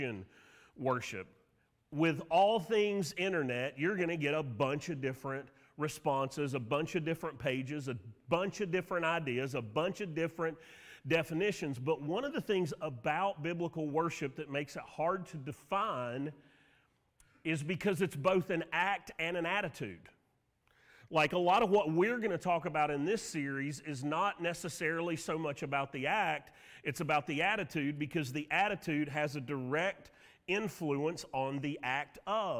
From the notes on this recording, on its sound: Sermon audio from Mission Church in Locust, NC.